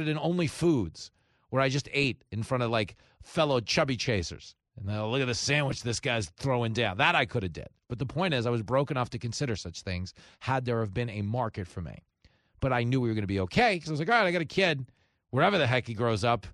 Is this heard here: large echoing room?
no